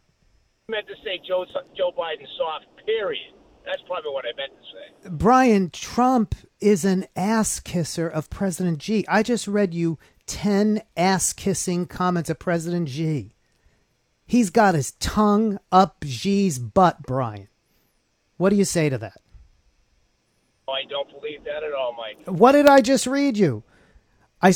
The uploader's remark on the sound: Called into my SiriusXM program. Hear me “engage” with right-wingers who call my radio program.